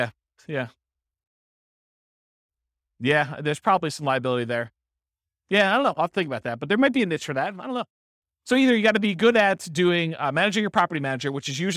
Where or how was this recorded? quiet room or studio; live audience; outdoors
live audience